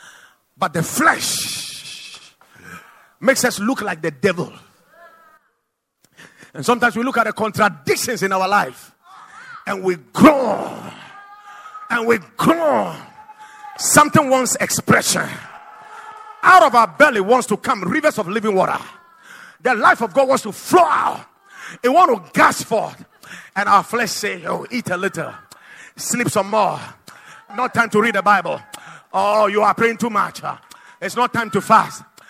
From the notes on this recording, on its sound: Preached at the Watered Garden Church